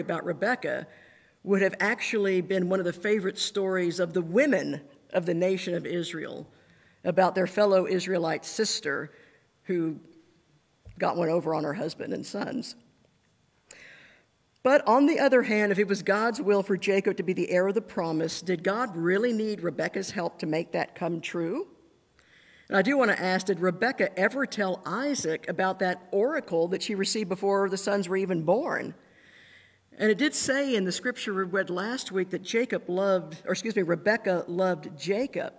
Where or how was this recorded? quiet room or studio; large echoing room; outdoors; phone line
large echoing room